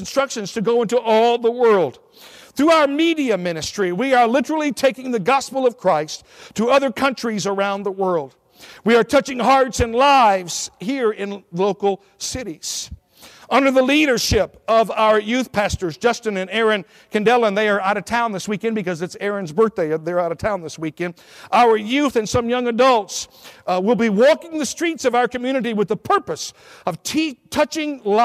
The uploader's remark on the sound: at Victorious Life Church of God during the 11am Sunday morning service on January 8, 2017